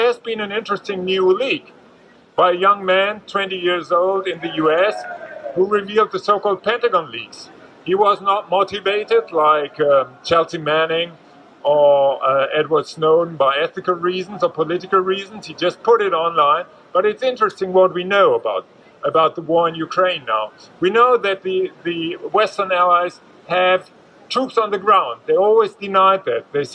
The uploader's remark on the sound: At the Brandenburg Gate, Berlin, on World Press Freedom Day, May 3 2023.